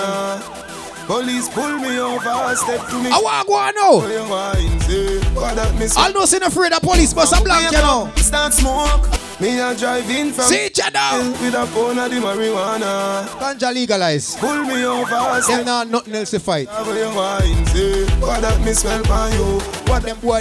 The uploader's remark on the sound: Day & Night Fish Fry Cookout - Live Audio in Bronx New York